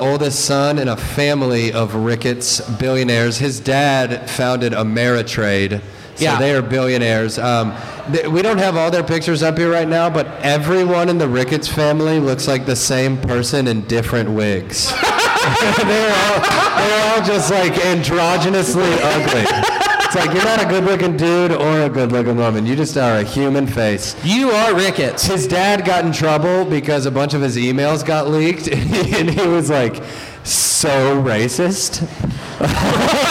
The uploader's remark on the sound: THE LIVE EPISODE! Live at Three Points Brewing in Over the Rhine. Thanks to Bomb's Away Comedy for having us on the Cincinnati Podcast Show.